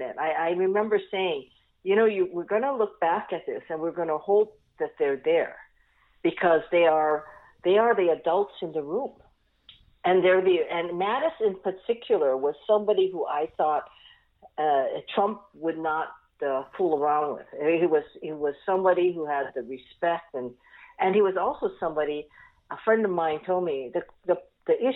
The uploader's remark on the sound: hop on the phone